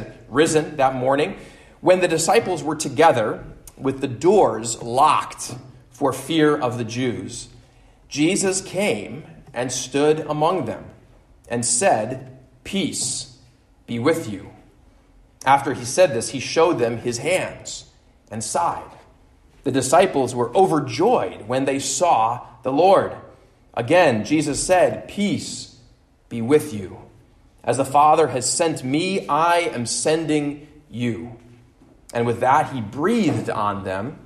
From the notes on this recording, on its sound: at Immanuel Lutheran Church in Pasadena, CA